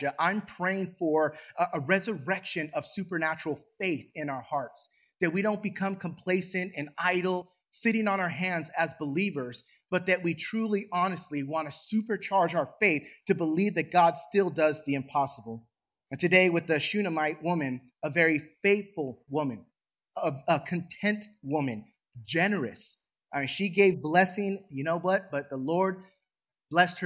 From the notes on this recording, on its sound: Recorded from South Gate Fellowship in Duncanville, TX